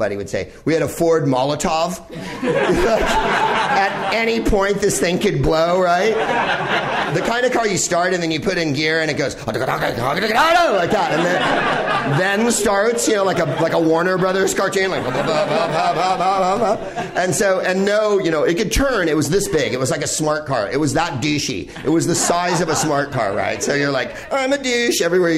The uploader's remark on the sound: Live from the NerdMelt Showroom in Hollywood.